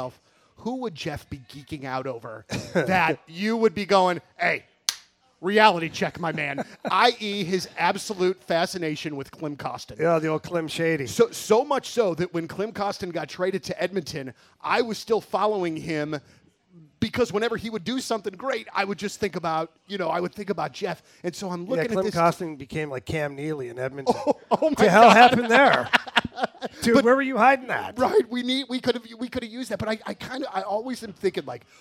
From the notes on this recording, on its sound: LIVE TAPING AT TWIN PEAKS.